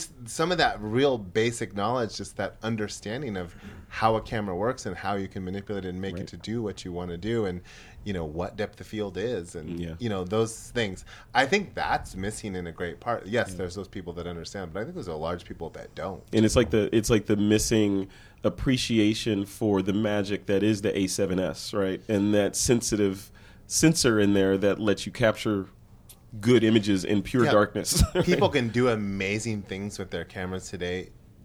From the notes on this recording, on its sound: A TWiP gathering at the WPPI conference